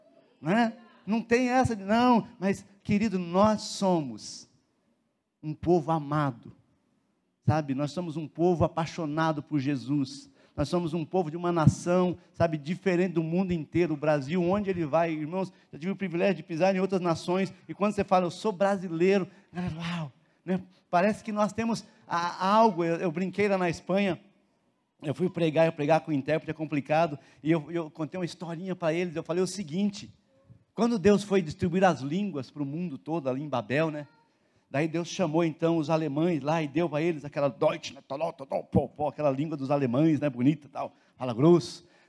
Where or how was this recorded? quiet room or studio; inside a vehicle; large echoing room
large echoing room